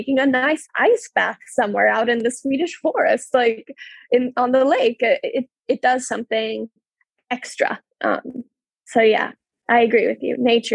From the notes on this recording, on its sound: This episode was recorded through a Zoom-call.